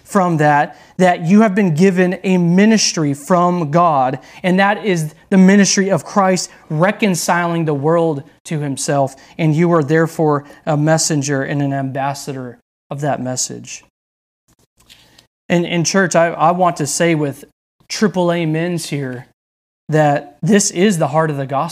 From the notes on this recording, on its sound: delivered on October 3rd, 2020 at Redeemer Community Church